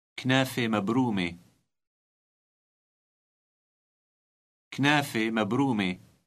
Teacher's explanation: note the final silent T in both words pronounced E